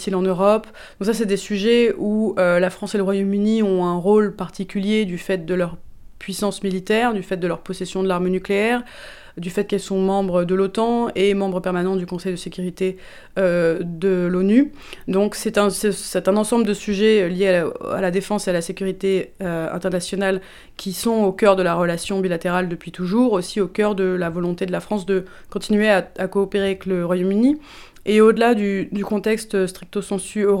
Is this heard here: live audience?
no